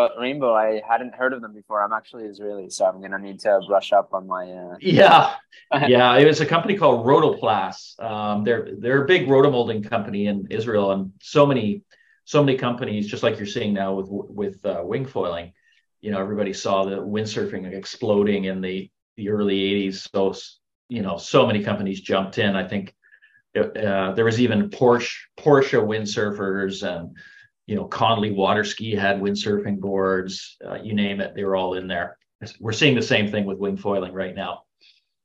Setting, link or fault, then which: link, video call